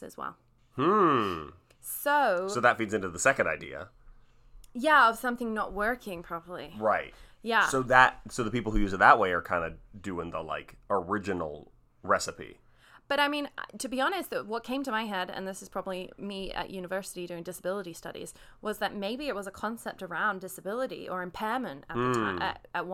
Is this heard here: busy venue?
no